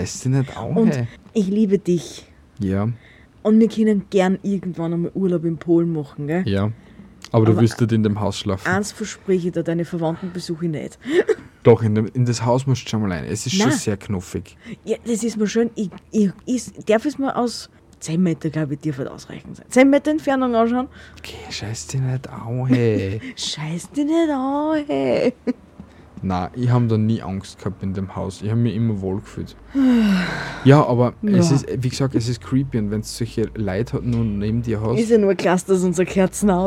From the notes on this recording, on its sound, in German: Heute vom Balkon aus und mit ein paar Hintergrundgeräuschen, um es creepier zu machen.